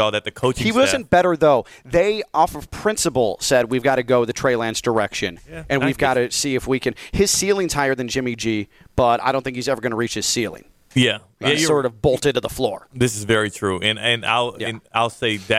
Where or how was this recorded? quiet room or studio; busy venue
busy venue